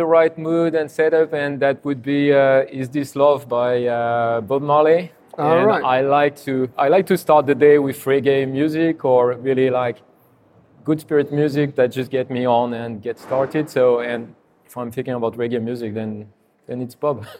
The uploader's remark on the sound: Recorded at the AIPIA SHOW in Amsterdam